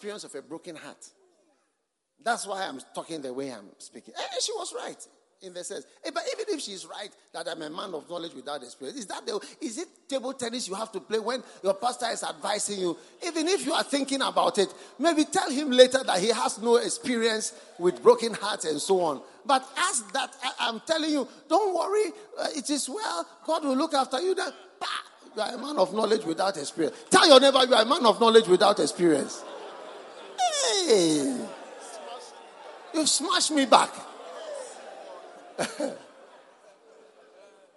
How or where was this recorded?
live audience